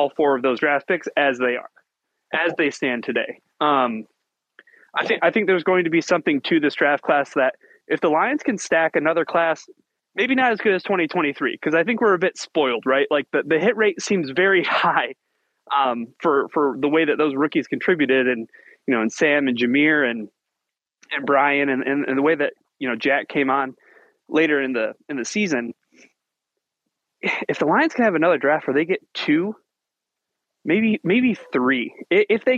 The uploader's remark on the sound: Call-In Show